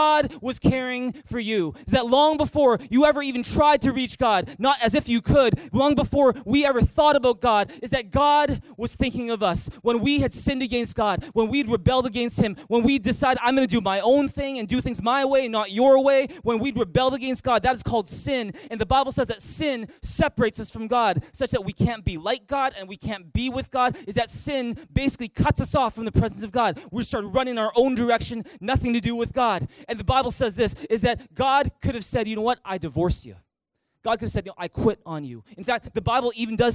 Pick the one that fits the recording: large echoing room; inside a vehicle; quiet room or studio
large echoing room